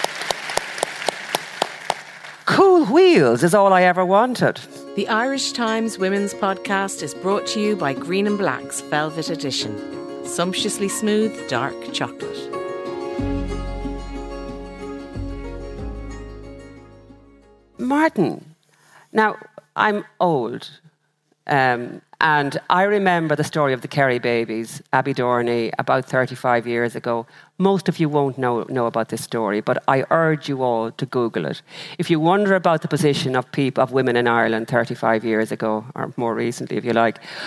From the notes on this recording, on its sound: This episode was recorded live from The Convention Centre in Dublin, as part of Accenture’s International Women’s Day Celebrations.